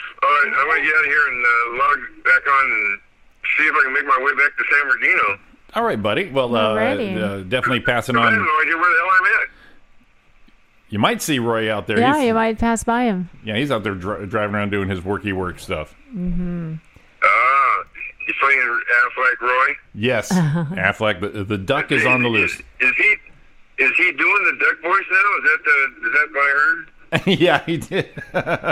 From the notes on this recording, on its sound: Morning Show. Calls in a live traffic update.